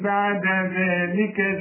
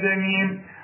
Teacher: بطلع لساني في الذال لازم، وما طلعش لساني في الزاي